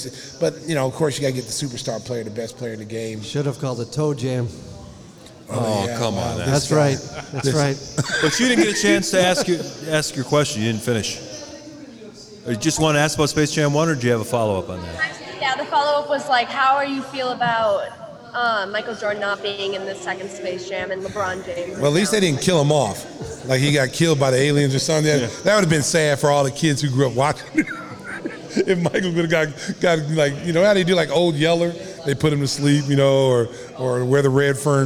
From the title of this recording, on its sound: Live at Salutos